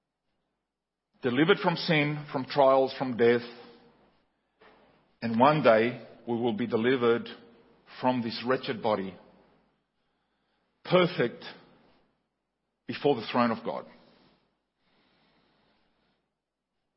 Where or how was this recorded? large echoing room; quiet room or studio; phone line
large echoing room